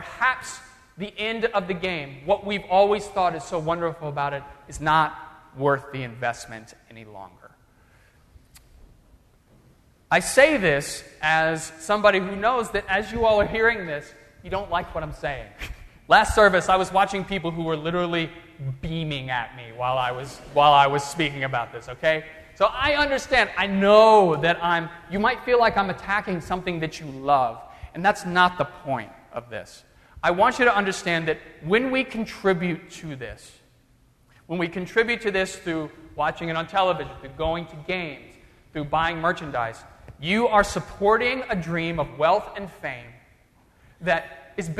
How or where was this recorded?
large echoing room